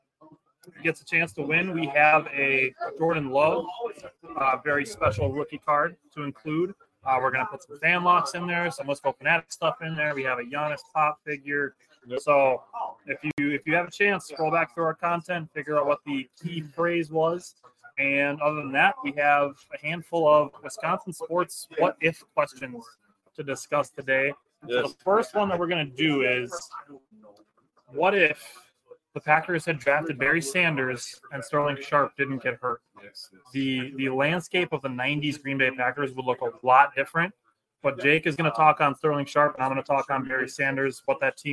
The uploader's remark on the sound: We are live from the WiscoCollect event at Memory Lanes in Clintonville.